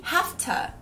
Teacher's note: quando a gente pega a velocidade, o V do have começa a virar um F. E o TO, que é to, vira ta.